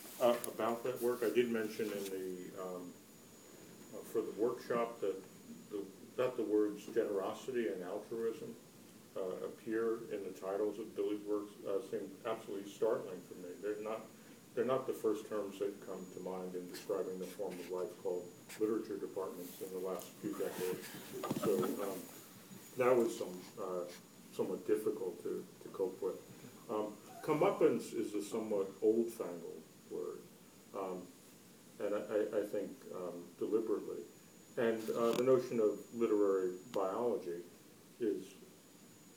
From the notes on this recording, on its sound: A minute or two at the beginning and end are just crowd walla: couldn't get GarageBand to cut those snippets off. A talk at UCLA during the February vacation.